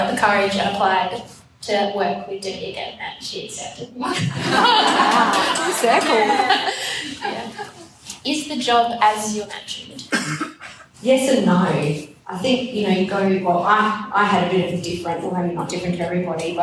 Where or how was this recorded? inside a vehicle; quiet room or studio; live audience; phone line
live audience